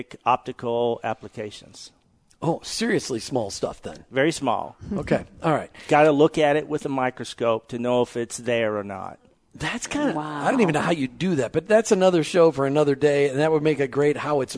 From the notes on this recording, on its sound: Skated around the audience of the Kingdom at Work Conference in Lubbock (Tx).